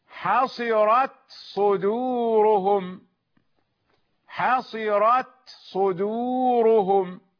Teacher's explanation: هذا الإظهار، التاء واضحة ومهموسة.